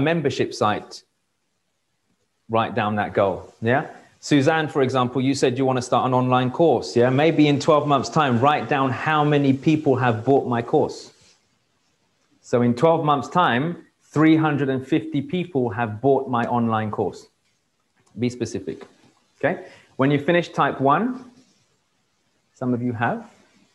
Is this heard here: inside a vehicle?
no